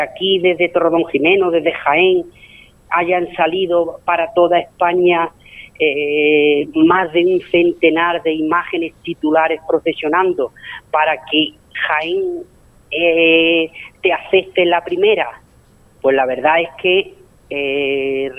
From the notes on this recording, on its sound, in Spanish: Hemos contado en el Hotel Xauen con la presencia del coordinador del Grupo Parroquial de la Lanzada. Hemos contactado por teléfono. Los sonidos que nos dejó la procesión del Rosario también han sido protagonistas de un programa.